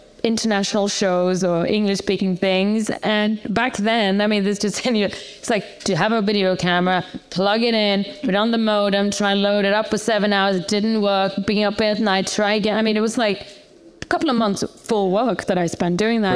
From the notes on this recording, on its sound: LIVE. In front of an audience in the Campari Lounge at the Cannes Film Festival.